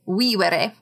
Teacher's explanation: the V's in vivere are pronounced as W. So there's two V's in vivere, and they both sound like W.